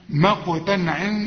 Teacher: العين من حروف الإظهار ما تغنش، مقتن عين، ما تقولش مقتن، لا مقتن عين.